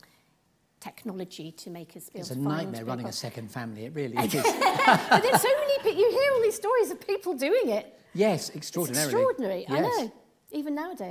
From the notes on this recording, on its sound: LIVE from The Theatre Royal Bath.